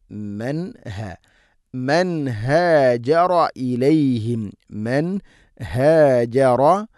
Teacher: യുഹിബ്ബൂന മൻ ഹ തൊണ്ടയുടെ താഴെ ഭാഗമാണ് മഖ്റജ്, ഇദ്ഹാറിൻ്റെ അക്ഷരമാണ്. നൂനിനെ കൃത്യമായിട്ട് ഇദ്ഹാർ ചെയ്ത് ഉച്ചരിക്കണം.